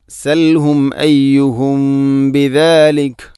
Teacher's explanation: മീമുസാക്കിനക്ക് ശേഷം ബ വന്നാൽ ഇഖ്ഫ ഷഫവി മീമിനെ അവ്യക്തമാക്കി മണിക്കണം. സൽഹും അയ്യുഹും ബിദാലിക.